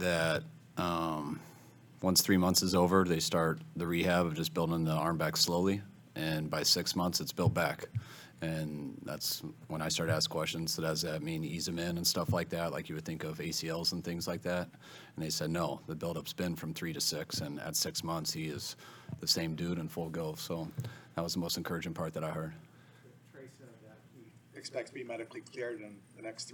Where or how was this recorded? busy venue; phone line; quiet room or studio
busy venue